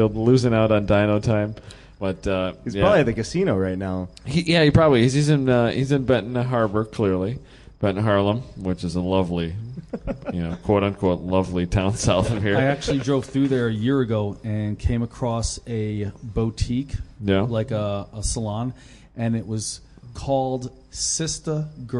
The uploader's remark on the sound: LIVE at HondaMeet15 Party Barn